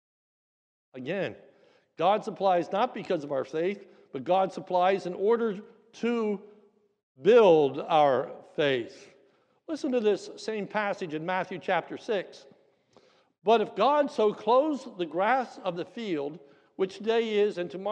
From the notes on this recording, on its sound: This is a sermon recorded at the Lebanon Bible Fellowship Church in Lebanon, PA during the morning service on 9/11/2022